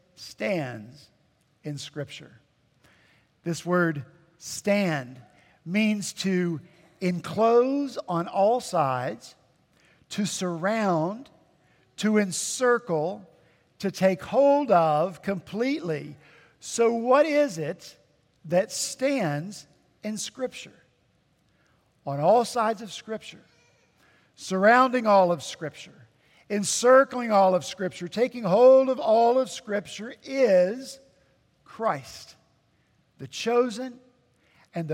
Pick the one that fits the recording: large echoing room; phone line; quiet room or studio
large echoing room